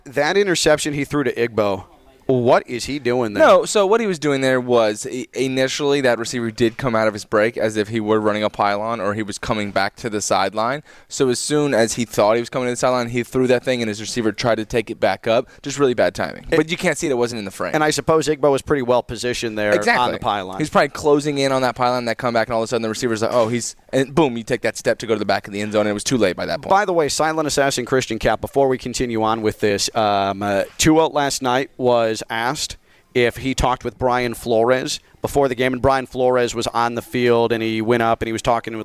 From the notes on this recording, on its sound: Live from iThink Financial in Boca!